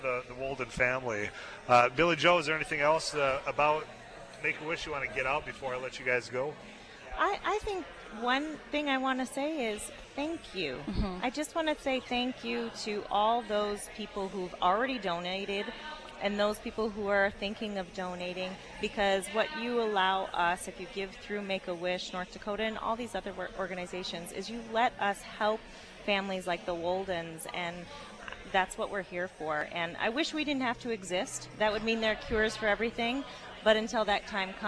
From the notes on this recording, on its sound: live at Dakota Medical Foundation for Giving Hearts Day 2024